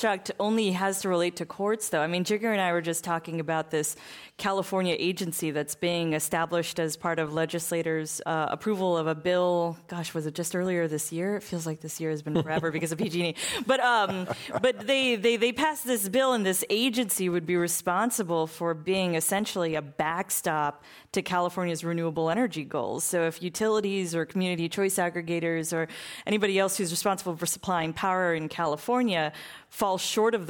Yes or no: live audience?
yes